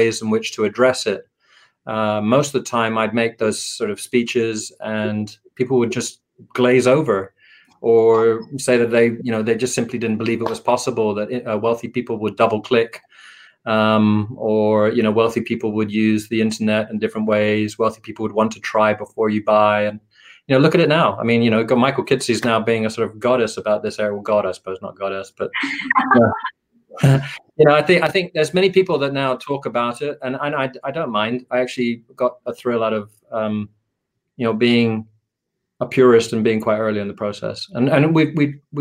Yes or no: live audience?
no